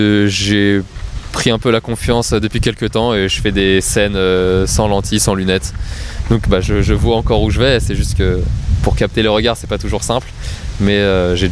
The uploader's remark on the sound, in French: On a enregistré au milieu d'un parc entouré de chiens.